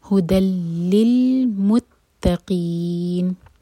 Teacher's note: تنوین کے بعد لام آ رہا ہے، تو یہ ہے ادغام بغیر غنہ کا، سو ہوگا ہدل للمتقین، اور قی چار حرکہ لمبا کیونکہ ہم نون کو ساکن کر کے رک رہے ہیں.